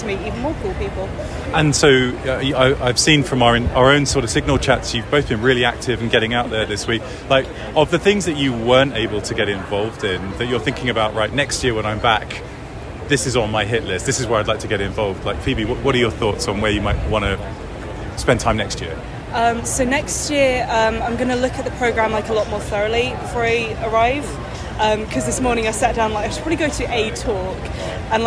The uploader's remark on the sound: DEF CON 2023 Special, live from BrewDog Las Vegas. Recorded live in Las Vegas at DEF CON 31.